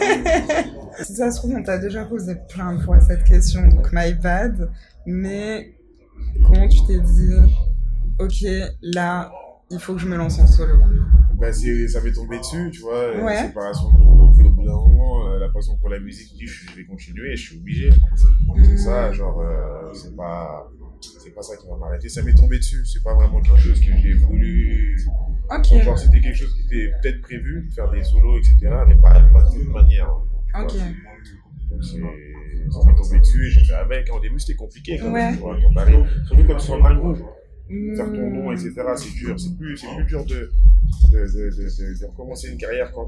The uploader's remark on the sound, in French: On a enregistré le podcast dans les backstages du concert - Sorry pour le bruit de fond. Juste avant son premier concert à Montréal, dans le cadre du festival des Francos.